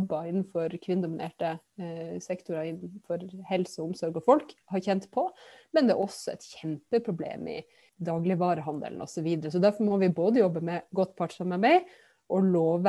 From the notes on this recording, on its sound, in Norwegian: Denne podepisodem blei tatt opp på Zoom